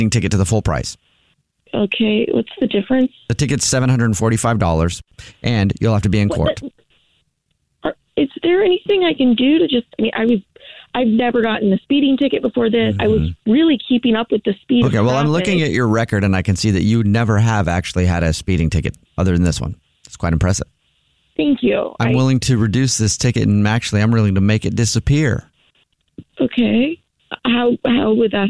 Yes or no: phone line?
yes